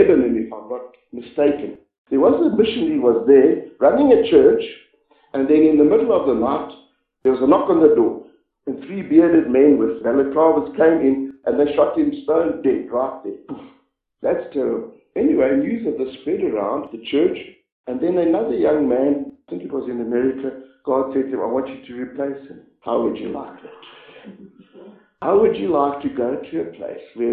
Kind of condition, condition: setting, large echoing room